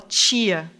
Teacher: E antes do i, a gente vai fazer essa palatalização.